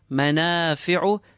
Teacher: Manafi'u, feel the alif longer than the ma. Manafi'u, feel the ain from the center of your throat.